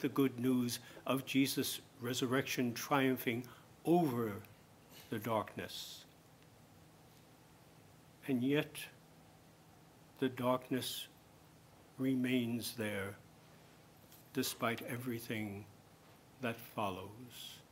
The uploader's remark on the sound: homily at Mass celebrated for the participants of the 2019 Marten Lecture